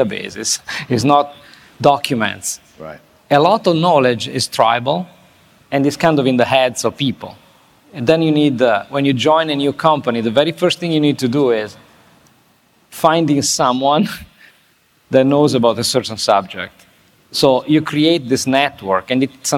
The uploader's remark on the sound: This interview was recorded at Fintech Nexus USA in New York City on May 10. This interview was recorded at Fintech Nexus USA in New York City.